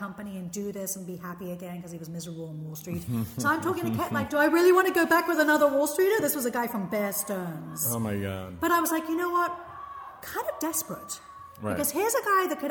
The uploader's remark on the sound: We recorded this conversation in an empty elementary school class room, which you can pick up in the overall ambience of the recording. I had to record the intro on my telephone, thus the poppin' P's!